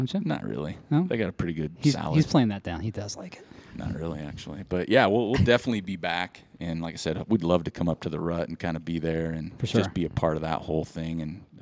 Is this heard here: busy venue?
yes